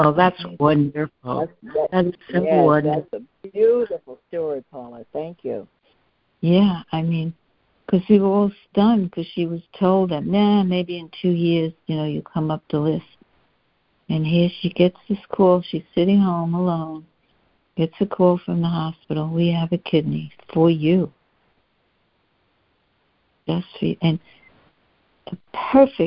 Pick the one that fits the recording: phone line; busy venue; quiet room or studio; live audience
phone line